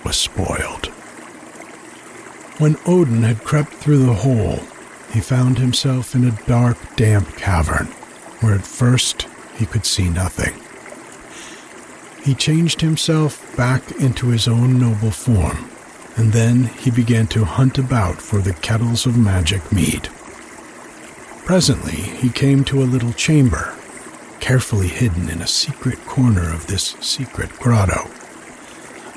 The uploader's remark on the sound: The sound of the creek in the background while I read. It has just the story, no introduction, with creek sounds underneath. When the story ends, the creek sounds continue to the end.